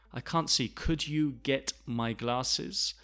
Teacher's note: The rest of the sentence is quite slow. I can't see. Get me my glasses. But the could you, the could you is quite quick.